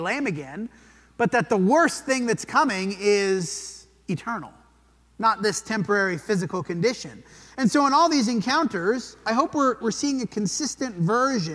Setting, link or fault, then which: setting, large echoing room